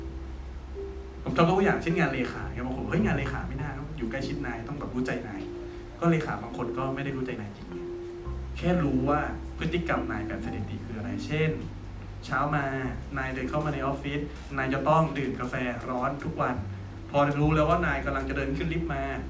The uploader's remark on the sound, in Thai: บันทึกจากการบรรยายสด